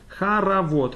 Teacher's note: So those unstressed O's basically become an A.